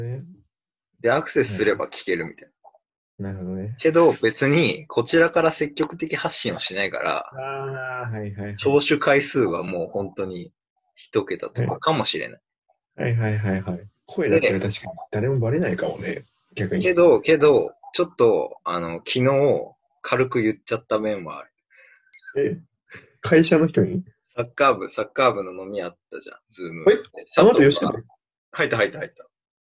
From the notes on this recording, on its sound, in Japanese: リモート録音なので音質はそこまでよくありません。